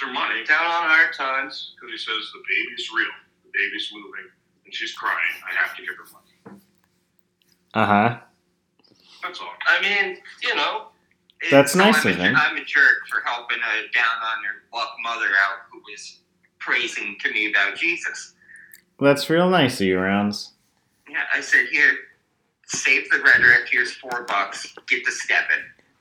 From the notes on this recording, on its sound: call in from atlanta